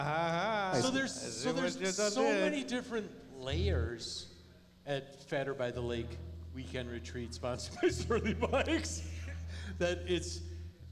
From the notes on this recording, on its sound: Recorded in bits and bytes in the studio and in front of a live audience.